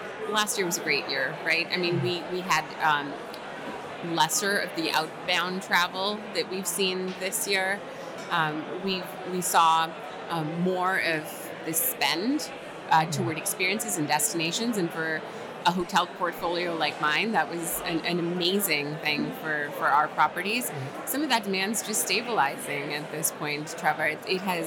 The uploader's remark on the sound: at the 2023 Hotel Data Conference in Nashville, Tennessee